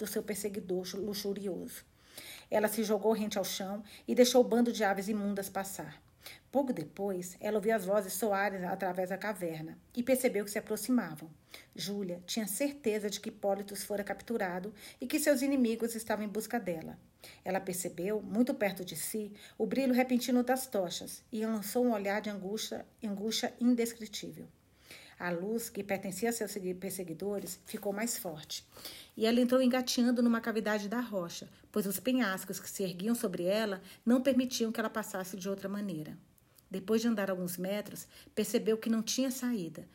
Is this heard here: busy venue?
no